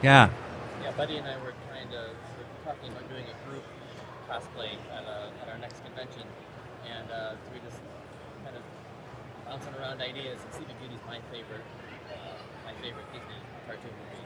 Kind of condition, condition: setting, busy venue